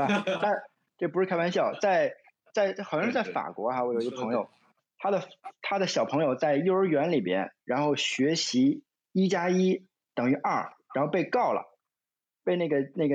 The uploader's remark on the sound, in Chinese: 进行了北京、天津、海南三地连线，采用网络录制，请大家原谅我们本期的音质。